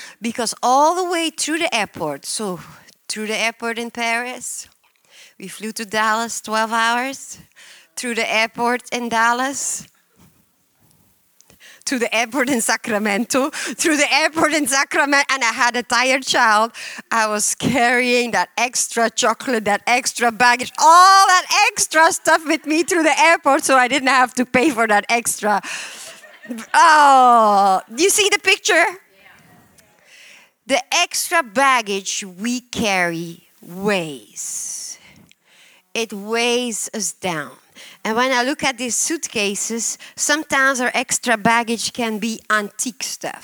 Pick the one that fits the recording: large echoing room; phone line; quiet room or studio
large echoing room